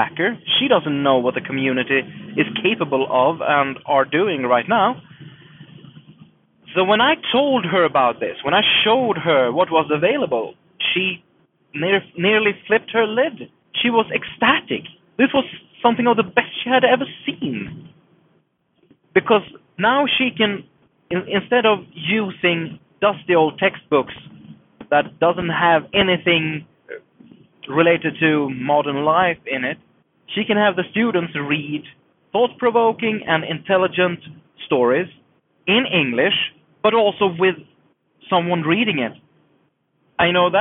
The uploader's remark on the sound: Inspirational stories told on the road A few months ago I went on a longer trip, alone in my car. As many podcasters before me, I decided to record an episode. It sounded quite bad, but after some sound wizardry I think it can pass for an HPR show.